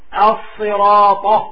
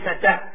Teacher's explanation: لاحظوا إخواني صفة الإطباق في الطاء · Shown in: first take · الصراط ط وليس ت، الصراط خطأ.